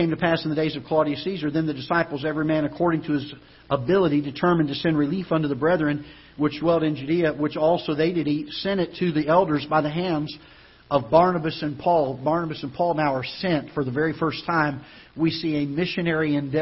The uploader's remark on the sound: Ketha Heights Baptist Church ~ Live Broadcast